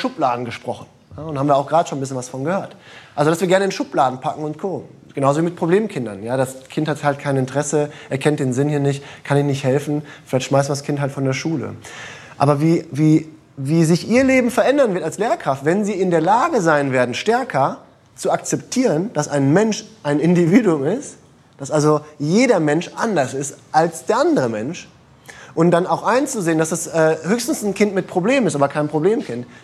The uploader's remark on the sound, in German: Live im Uniseminar.